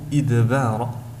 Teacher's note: حرف الدال هنا جاء مقلقلا ولكنه مستفل